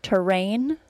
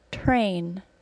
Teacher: These two words are pronounced the same, except for the first word has an R-controlled vowel, and the second word doesn't.